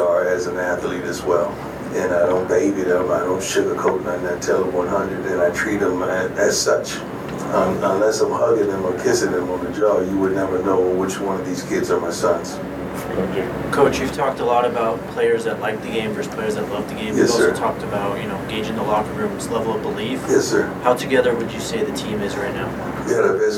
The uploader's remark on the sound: Buffaloes blitzed at the Rose Bowl: Post-game press conference.